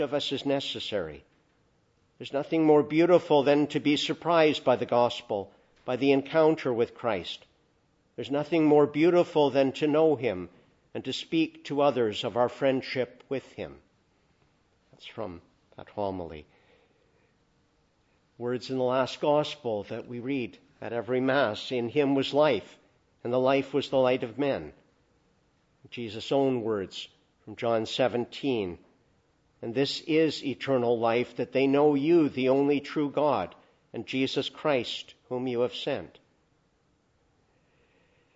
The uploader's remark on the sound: Preached in the Annunciation of the Blessed Virgin Mary, Ottawa, at a Requiem Mass for Pope (Emeritus) Benedict XVI.